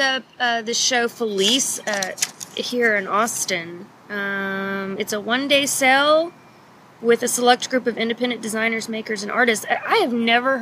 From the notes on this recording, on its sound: Recorded outside at Infinite Monkey Theorem in South Austin.